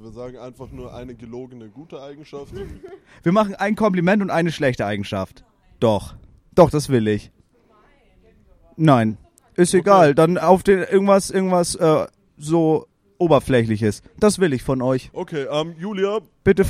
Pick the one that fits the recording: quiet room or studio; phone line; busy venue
busy venue